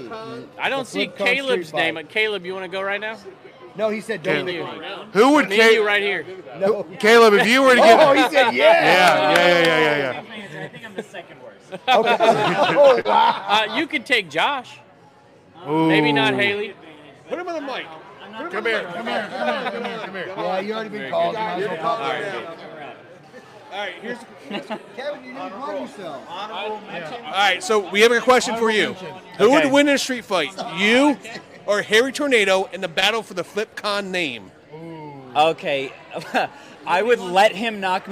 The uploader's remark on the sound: LIVE FROM FLIPCON